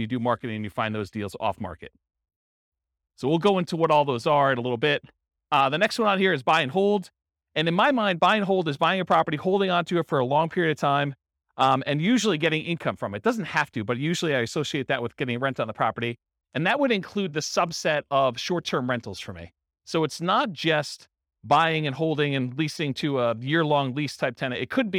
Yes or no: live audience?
yes